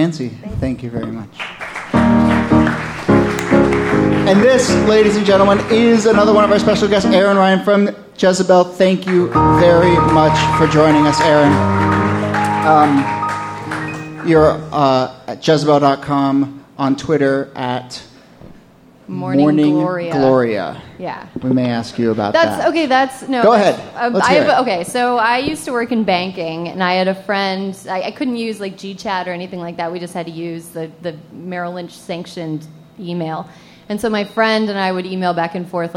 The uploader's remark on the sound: A conversation series in which strangers ask each other questions on stage. This excerpt is from our October regular show at Housing Works Bookstore.